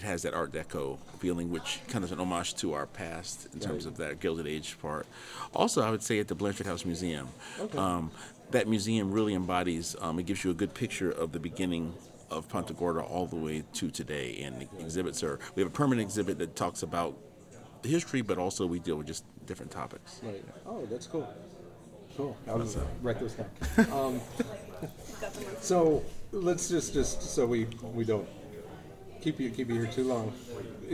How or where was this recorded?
busy venue